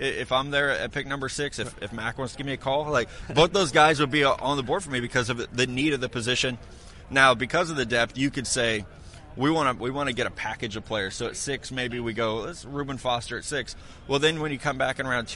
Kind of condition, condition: setting, busy venue